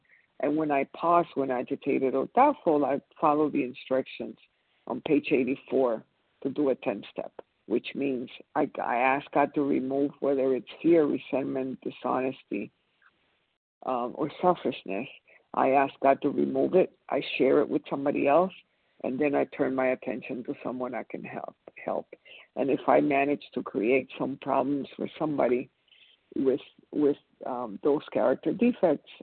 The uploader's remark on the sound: 100 Pounders Phone Meeting